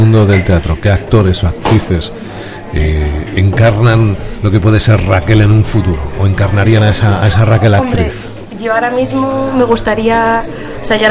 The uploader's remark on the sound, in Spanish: Nos complace presentarte nuestro primer programa en directo desde el Bar Kafka de Valladolid. Este rincón de copas en nuestra ciudad.